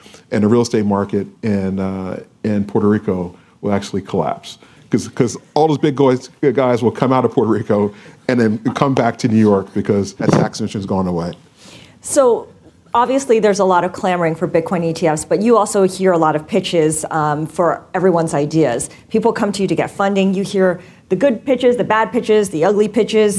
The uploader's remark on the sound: This special episode of Trillions was recorded in front of a live audience as a Bloomberg New Voices event.